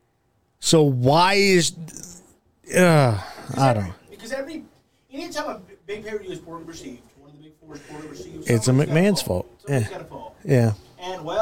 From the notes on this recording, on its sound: TECHNICAL DIFFICULTIES GALORE!